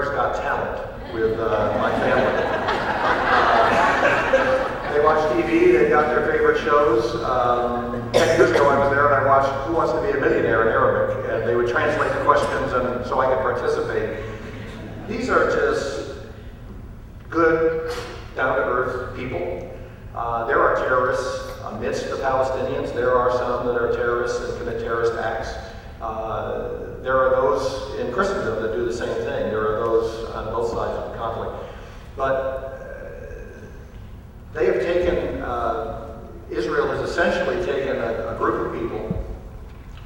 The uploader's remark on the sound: answer questions from the audience